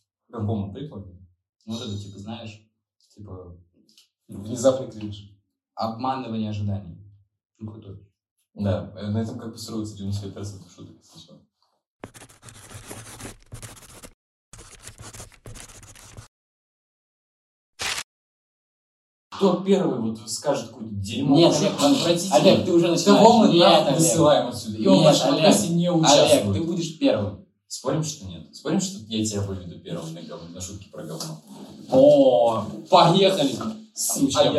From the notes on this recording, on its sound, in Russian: В этом подкасте есть небольшие проблемы со звуков.